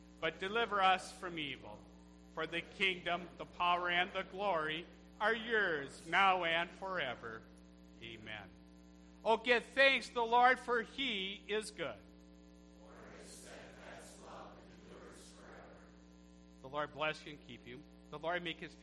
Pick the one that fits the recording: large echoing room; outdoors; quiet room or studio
large echoing room